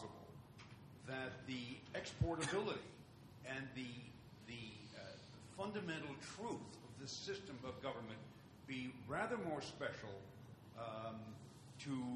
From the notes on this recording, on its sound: Responds to the questions and comments of conference participants and audience members.